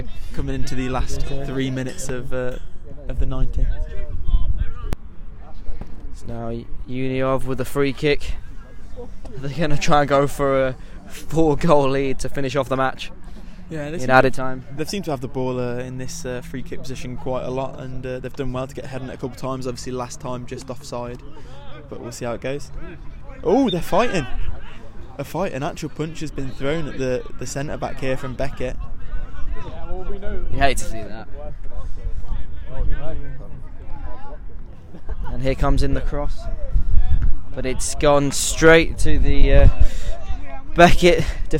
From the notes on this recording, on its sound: The LSR team go LIVE from Boddington Football Hub